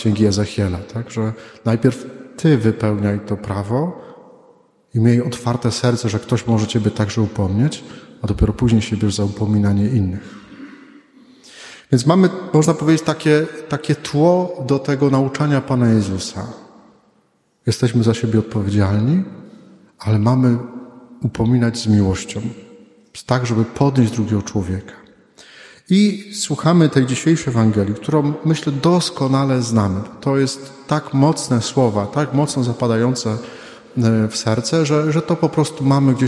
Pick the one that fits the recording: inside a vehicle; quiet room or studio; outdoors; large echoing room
large echoing room